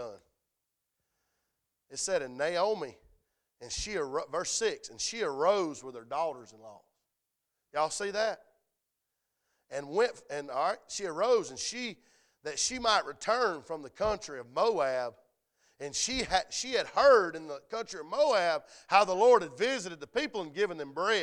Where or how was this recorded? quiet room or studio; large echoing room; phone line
large echoing room